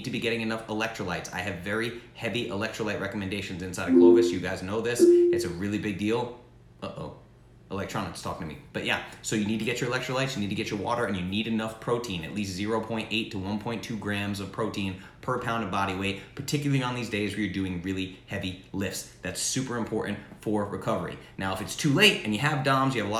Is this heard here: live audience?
no